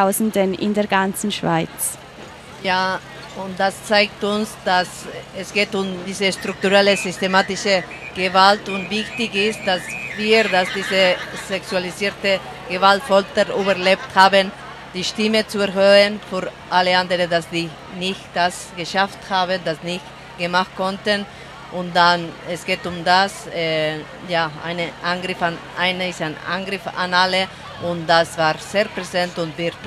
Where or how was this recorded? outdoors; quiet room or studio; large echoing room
outdoors